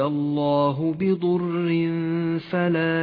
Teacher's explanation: الراء مرققة لأنها مكسورة · Term: الراء المرققة